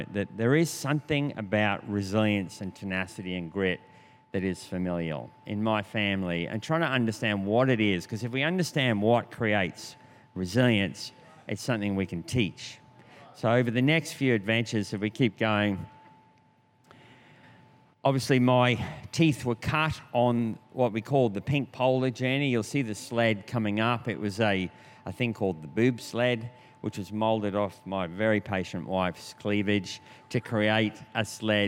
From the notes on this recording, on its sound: This was recorded in our 5pm service on Sunday, the 20th of November 2022